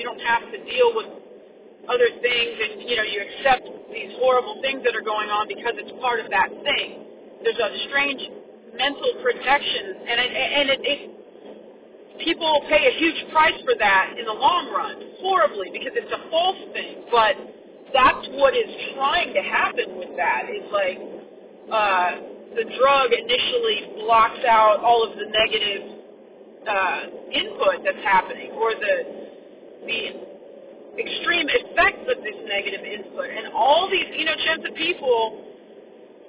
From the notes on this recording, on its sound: Sorry about the car recording.